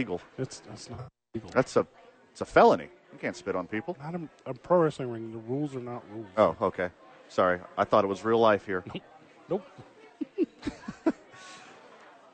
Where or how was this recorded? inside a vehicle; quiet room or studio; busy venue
busy venue